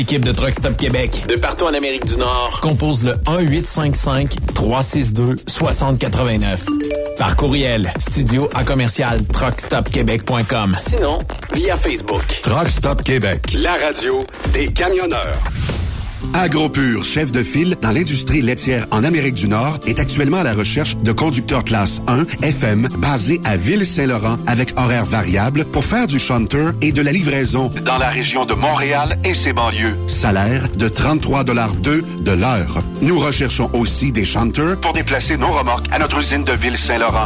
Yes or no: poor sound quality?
no